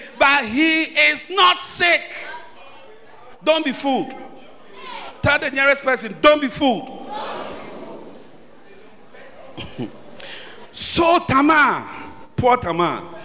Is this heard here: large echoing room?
yes